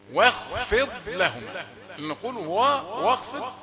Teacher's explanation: نريد أن ننتبه إلى الواو التي قبل الحرف المفخم وهذه مرققة